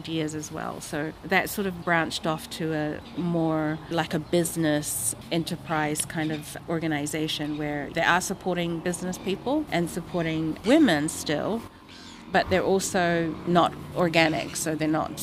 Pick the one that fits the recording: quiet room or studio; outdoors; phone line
outdoors